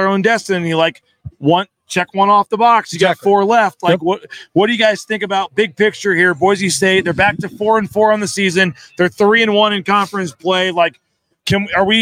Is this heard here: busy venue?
yes